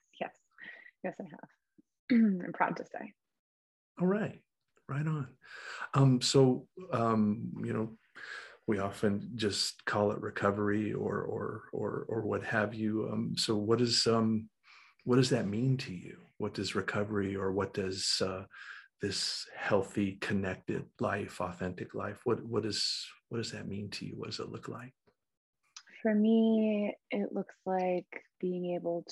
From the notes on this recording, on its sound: Recorded 12.10.2021 from Raleigh, NC & Asheville, NC on Zoom